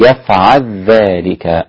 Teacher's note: الإمام السوسي قرأ بإدغام اللام في الذال، يفعل ذلك هكذا، وانفرد بها الإمام السوسي في الإدغام الكبير.